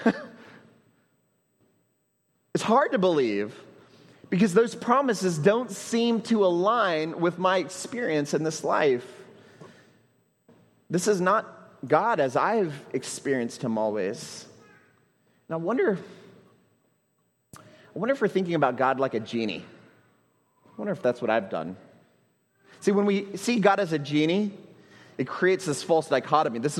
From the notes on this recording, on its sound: At Trinity Church, Puerto Rico.